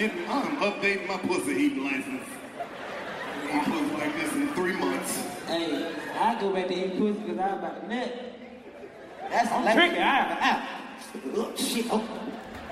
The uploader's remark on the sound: Its a live comedy special from the vault!